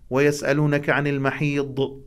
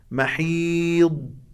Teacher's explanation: البعض قالوا الضاد هي الدال المفخمة، بما أن الدال يكون فيها صفة القلقلة الدال الساكنة، إذن لعله يتوهم على القارئ أن يقلقل الضاد أيضا، ليس كذلك، الدال فقط، الدال المفخم وهو الضاد ليس في صفة القلقلة · Shown in: second take · ونأتي بصفة الاستطالة، يعني مد الحرف عند حافة اللسان حينما يلتقي بالأضراس، محيض هكذا.